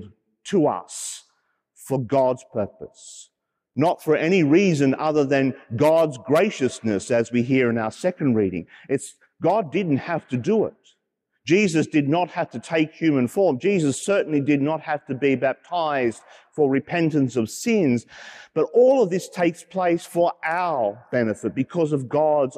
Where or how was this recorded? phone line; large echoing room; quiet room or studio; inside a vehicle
large echoing room